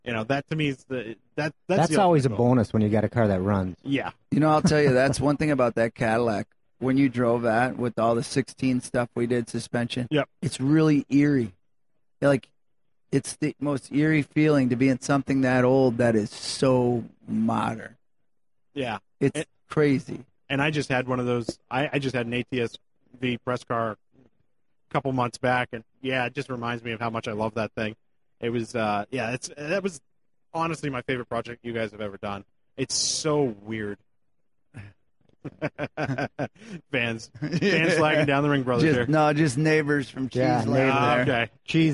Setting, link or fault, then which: setting, busy venue